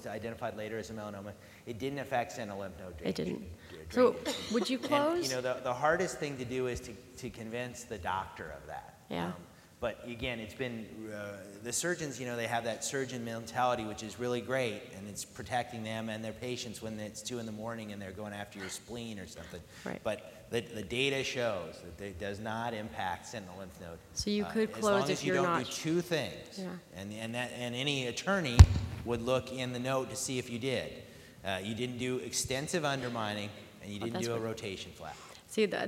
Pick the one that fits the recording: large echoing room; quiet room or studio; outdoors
large echoing room